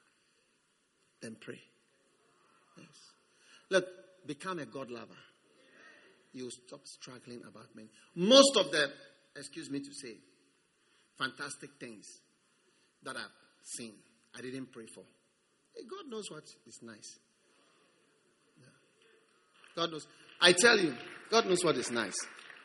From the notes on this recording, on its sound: Preached at the First Love Center, Accra.